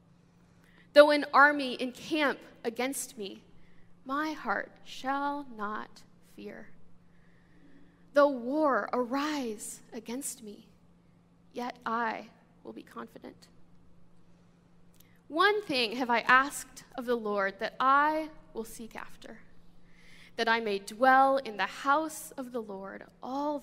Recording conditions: large echoing room